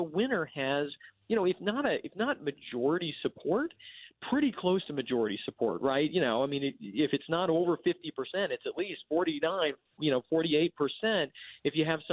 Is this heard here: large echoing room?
no